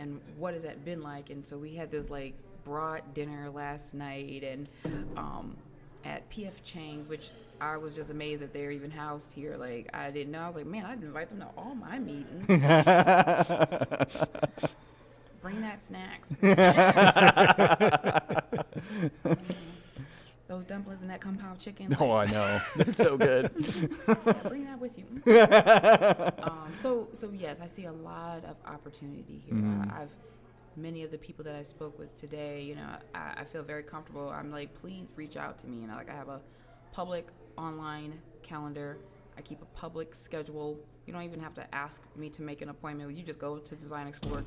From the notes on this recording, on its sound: Live Interviews from PHX Design Week 2017